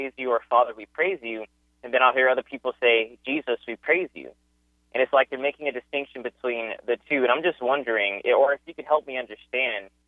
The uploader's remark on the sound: Opens the Phones.